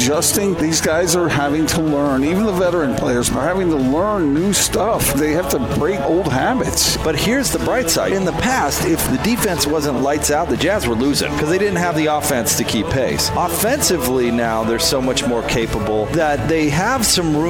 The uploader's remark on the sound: LIVE at Supply Link in Bountiful